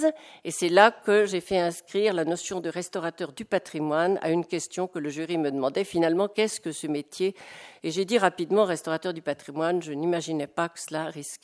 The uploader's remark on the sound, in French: Intervention enregistrée le 24 novembre 2010 dans le cadre du colloque